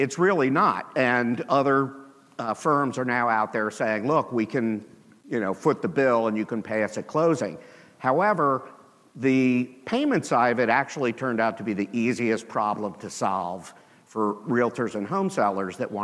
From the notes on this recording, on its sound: with the audience at the HyperFast Sales Summit